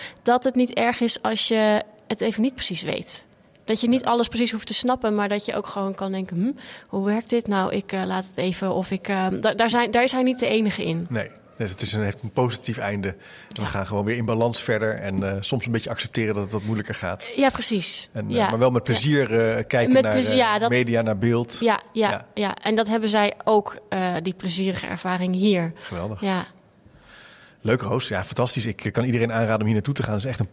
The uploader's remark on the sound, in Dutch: In deze aflevering loop ik door het Beeld en Geluid museum in Hilversum! Op ontdekkingsreis bij Beeld en Geluid in Hilversum.